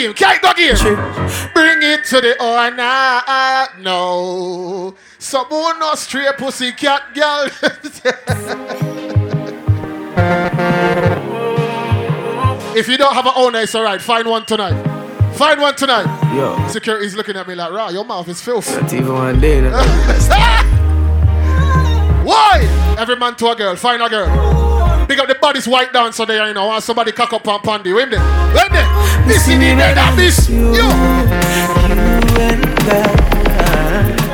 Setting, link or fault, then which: setting, busy venue